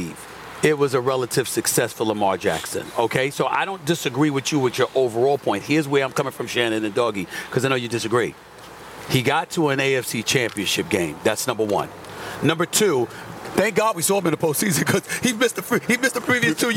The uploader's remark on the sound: live from the Super Bowl in Las Vegas